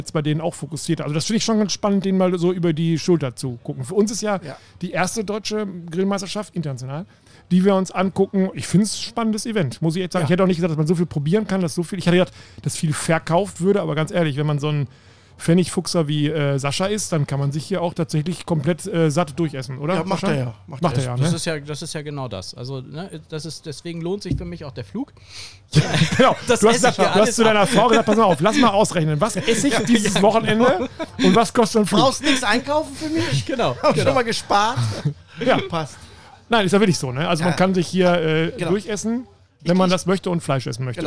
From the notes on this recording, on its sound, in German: Noch einmal senden wir nahezu live von der Deutschen Grill- und BBQ-Meisterschaft.